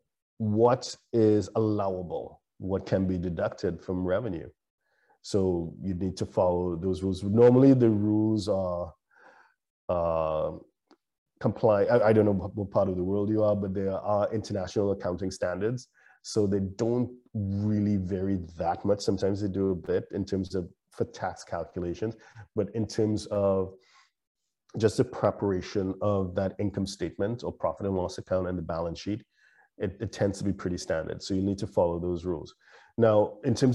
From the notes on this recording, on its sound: LIVESTREAM. For those joining us on Zoom.